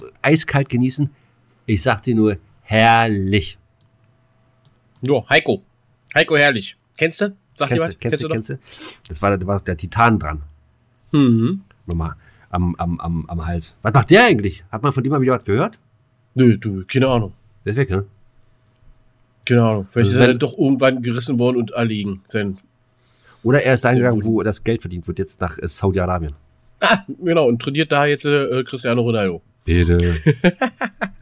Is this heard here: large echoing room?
no